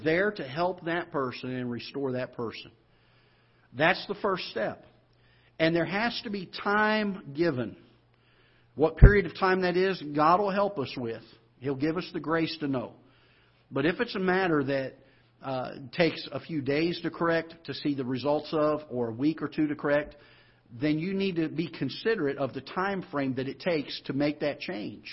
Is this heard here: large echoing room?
yes